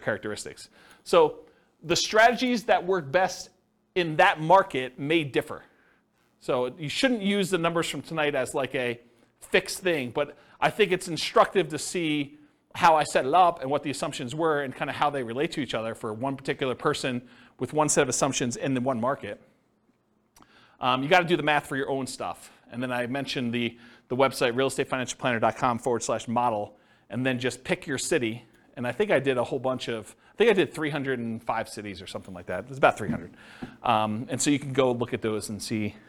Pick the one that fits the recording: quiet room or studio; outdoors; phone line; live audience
live audience